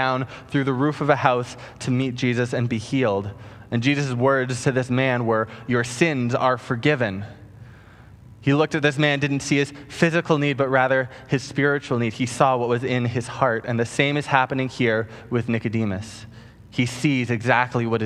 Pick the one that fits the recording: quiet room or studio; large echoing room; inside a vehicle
large echoing room